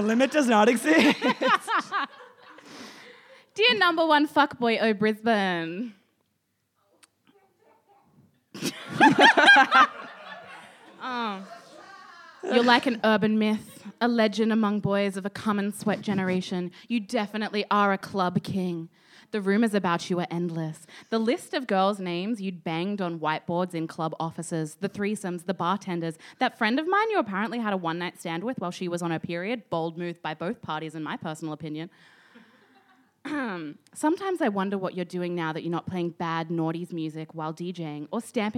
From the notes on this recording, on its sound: Recorded live from the Love Letters to F***bois Podcast Launch and Singles Mixer at East Brisbane Bowls Club. In front of a live studio audience.